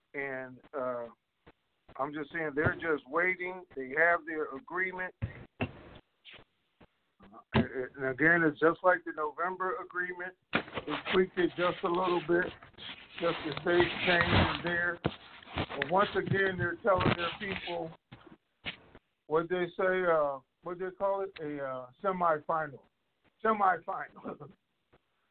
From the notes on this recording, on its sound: TNTSuperfantastic Conference Call.